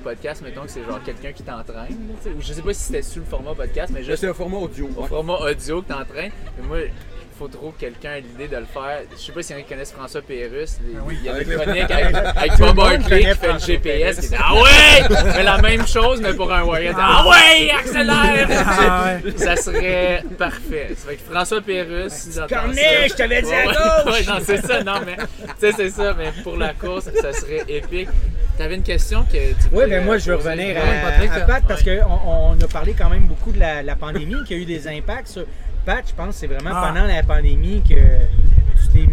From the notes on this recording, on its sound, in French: Nous avons enregistré sur place à la 1re course de la Série du Canal.